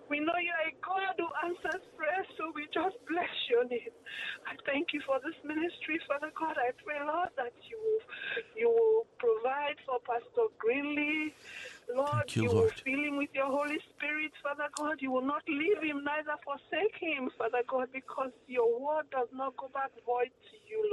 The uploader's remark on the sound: brothers and sisters who called in today at the request of the Holy Spirit to pray